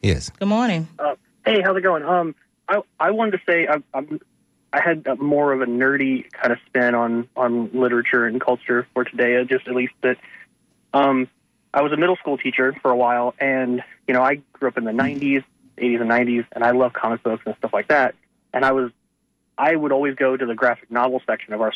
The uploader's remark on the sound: unique magazine format call-in show